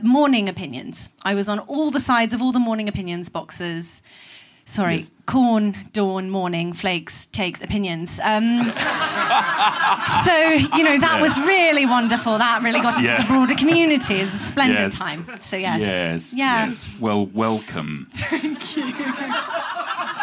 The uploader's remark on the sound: Live at Comedy Republic for MICF 2023!